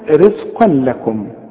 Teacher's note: بيسموها ادغام كامل بدون غنة